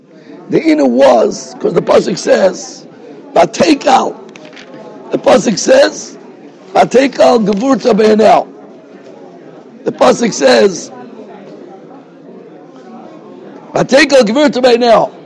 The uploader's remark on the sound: Shiur recorded in Yeshivas Ohr Reuven, Monsey, NY.